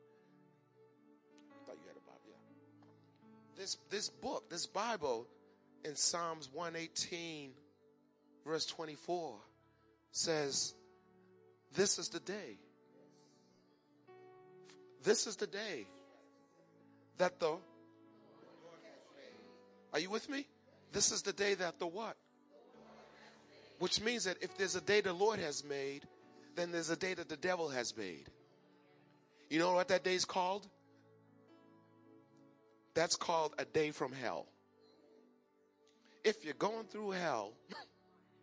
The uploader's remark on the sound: Recorded on 2017-02-26 at the 08:30am Service.